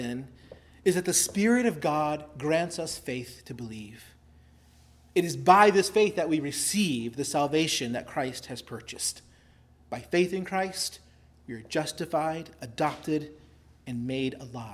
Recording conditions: large echoing room